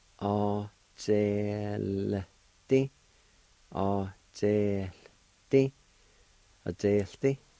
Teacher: when the vowel sound is dropped, there's a faint H sound or an aspirated sound that comes into play